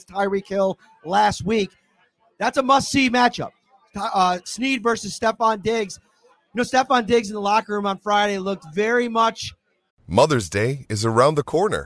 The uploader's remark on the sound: Live from Wingnutz Bar & Grill in Amherst.